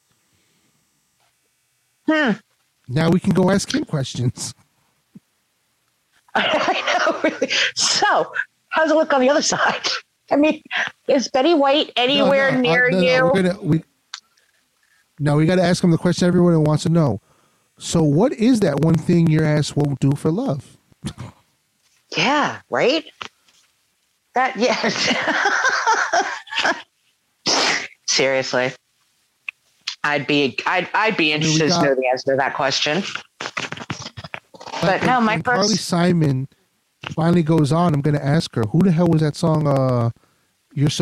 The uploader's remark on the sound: Sorry for the pops and clicks courtesy of the Zoom App.